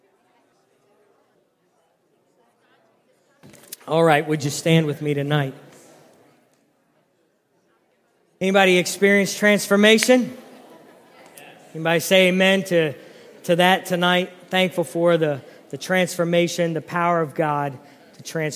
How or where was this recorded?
large echoing room